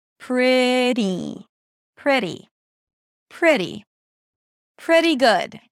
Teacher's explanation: So the tongue has to move really quickly from the relaxed E to the flat T to the high E. For the high E, the lips pull to the sides a little bit and the tongue pushes more forward. · IPA: ˈprɪɾi